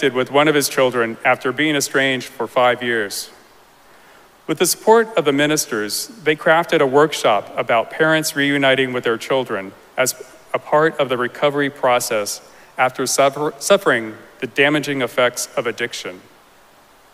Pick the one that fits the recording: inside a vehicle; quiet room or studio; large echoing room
large echoing room